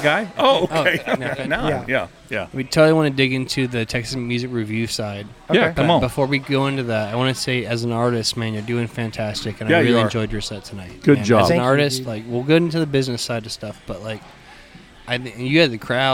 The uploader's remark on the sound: Episode recorded at the Pacific Yard House in Downtown Conroe! Episode recorded at the Pacific Yard House in Downtown Conroe!